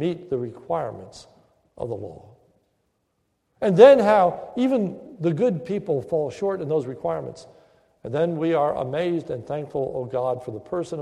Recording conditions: large echoing room